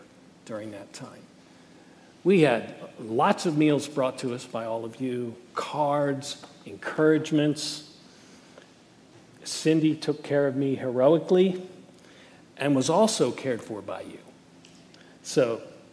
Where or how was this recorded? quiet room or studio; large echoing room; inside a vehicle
large echoing room